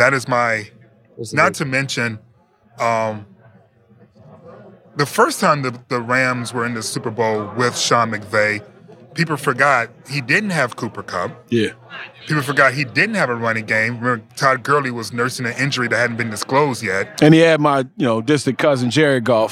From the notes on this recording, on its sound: Radio Row Experience. We next go live to Radio Row.